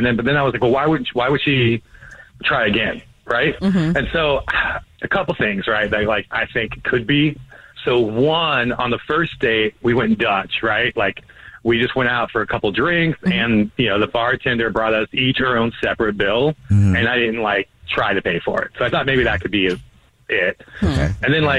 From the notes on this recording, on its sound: We get that other person on the phone